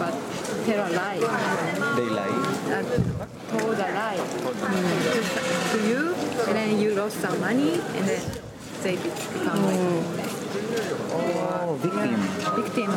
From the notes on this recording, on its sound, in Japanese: 横浜市中区にある日本三大ドヤ街と言われる。寿町に行きました。風の音やわたしの英語力のなさなどで聞き苦しいところもあるかと思いますが。